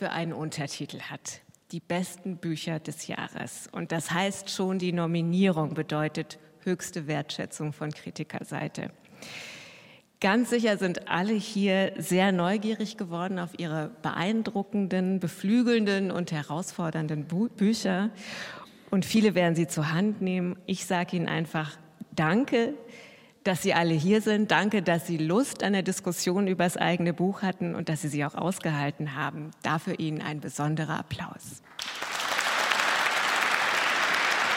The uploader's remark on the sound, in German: Die Jury debattiert und entscheidet live vor Publikum über drei Sachbücher und drei Romane. Mitschnitt der Live-Übertragung aus der Münchner Allerheiligen-Hofkirche.